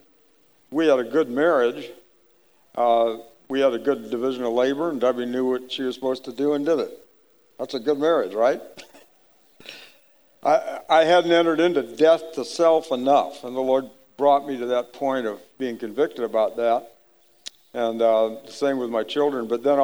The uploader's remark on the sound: The audio in this episode was recorded on March 12, 2019 at the Acts 29 Heartland Spring Regional